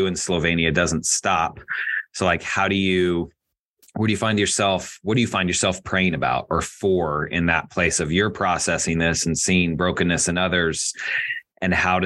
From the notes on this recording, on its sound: Has a Zoom interview with missionary. The audio quality on this episode is a little bit worse than usual due to recording over Zoom.